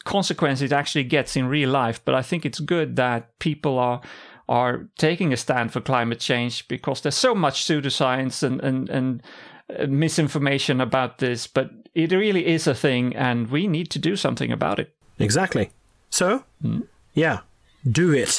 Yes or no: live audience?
no